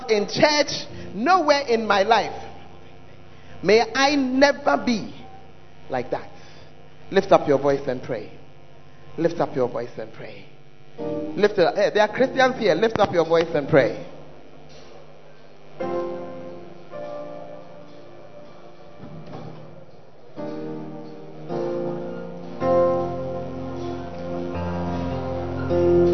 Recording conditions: large echoing room